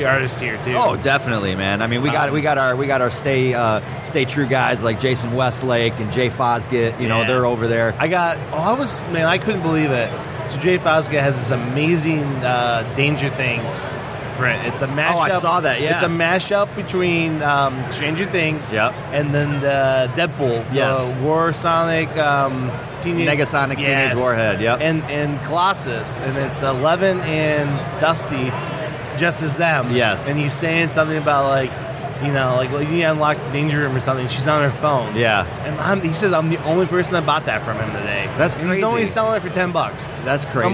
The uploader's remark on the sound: Live from Motor City Comic Con 2017